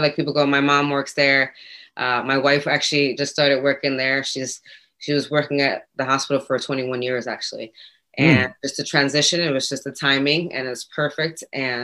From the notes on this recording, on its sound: Recored Live on Zoom.